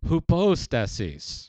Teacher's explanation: I've always called it hupostasis, H-U-P-O-S-T-A-S-I-S, except that they throw the accent in on the middle syllable